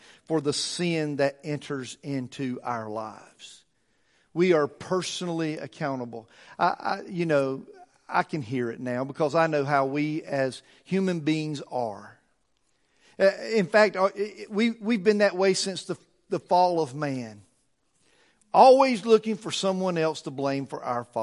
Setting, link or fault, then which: setting, large echoing room